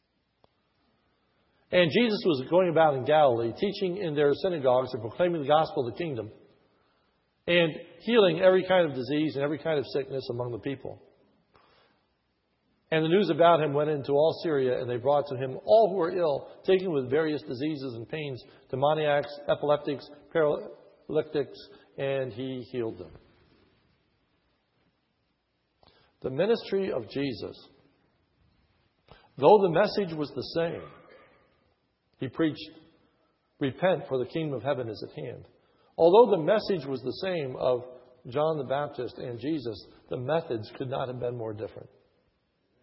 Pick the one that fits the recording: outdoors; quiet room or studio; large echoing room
large echoing room